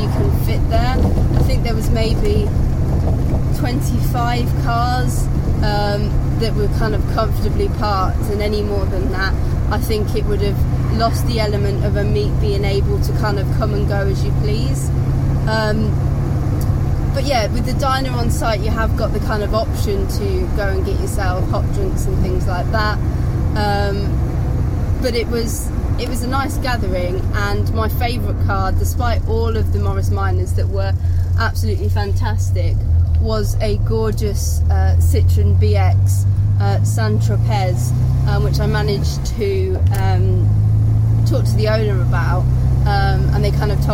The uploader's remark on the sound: all recorded from my 1968 Morris Minor, Peggy